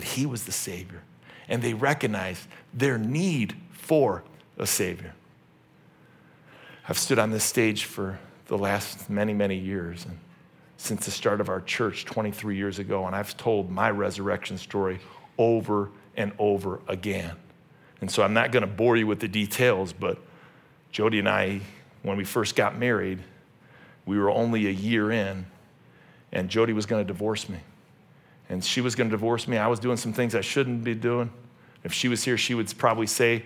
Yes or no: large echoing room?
yes